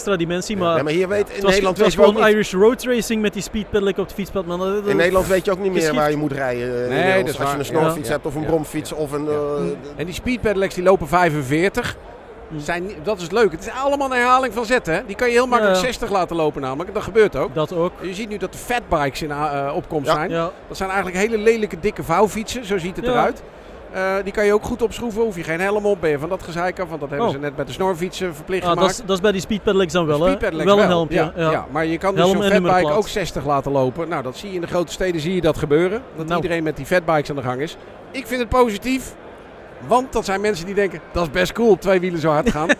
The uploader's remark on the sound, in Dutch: werd tijdens de MotorBeurs Utrecht opgenomen op de stand van het TT-Circuit